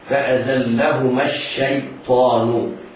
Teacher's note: إياك وأن تقلقل أو تفخم يا الشيطان هكذا فأزلهما الشيطان. الشين مرققة والياء ساكنة مرققة بعدها الطاء مفخمة